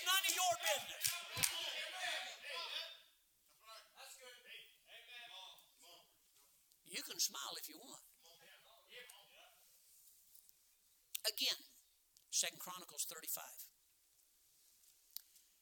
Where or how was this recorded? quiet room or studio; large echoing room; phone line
large echoing room